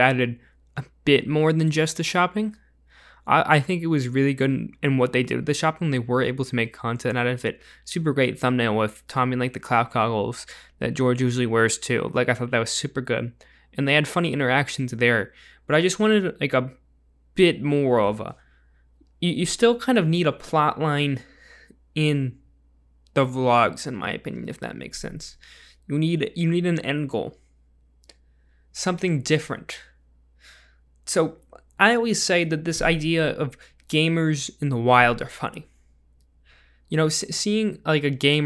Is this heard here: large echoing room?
no